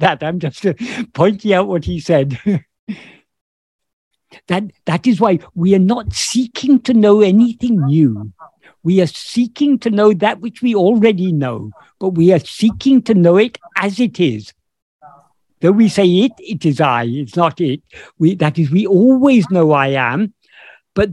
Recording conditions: video call